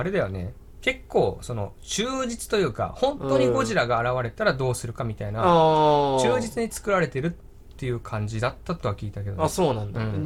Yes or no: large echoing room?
no